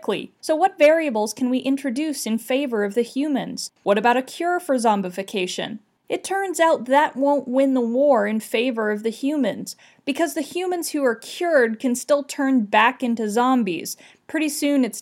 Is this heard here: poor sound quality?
no